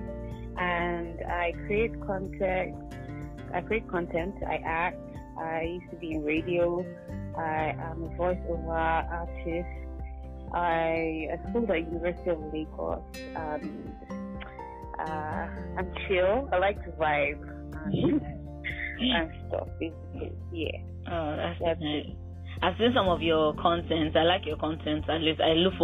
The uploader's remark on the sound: In this episode I did a phone interview.